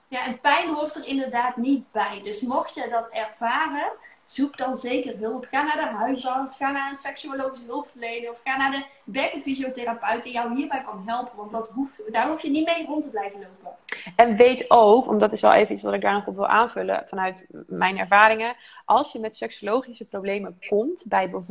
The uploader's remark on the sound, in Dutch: Heb ik een Insta live opgenomen. Daarom hebben we van deze Insta live ook een podcast gemaakt.